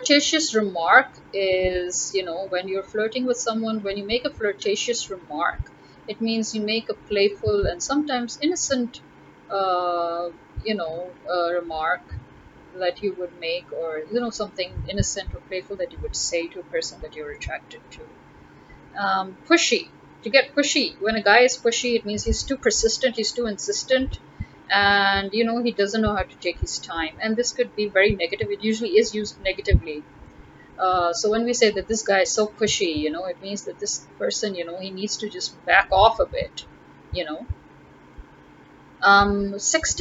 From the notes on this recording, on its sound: Sorry for the slight distortion in the background noise had a bit of a problem with the noise cancellation.